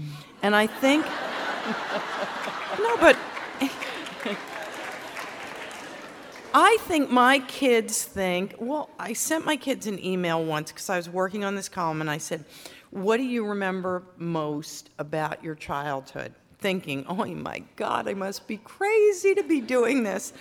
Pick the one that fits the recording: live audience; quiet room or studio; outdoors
live audience